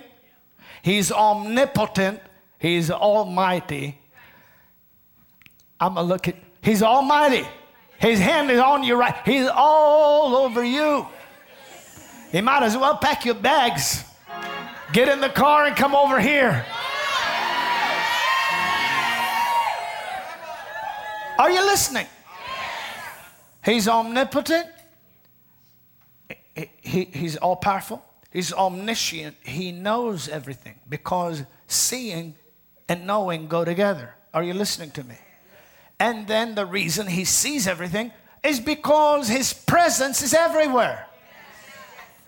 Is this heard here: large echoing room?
yes